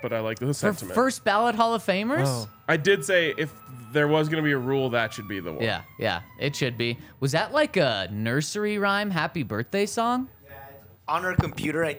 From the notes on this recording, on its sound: coming to you LIVE from the DNVR Bar